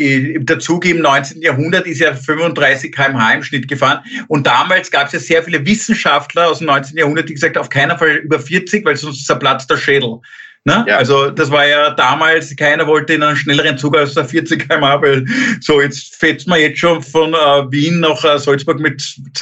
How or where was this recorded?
video call